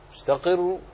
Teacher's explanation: بسبب وقفك على الروم تحذف تلك النون التي هي نون التنوين وتنصف الحركة الباقية